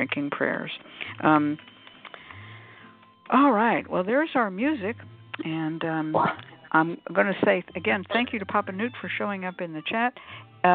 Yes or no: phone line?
yes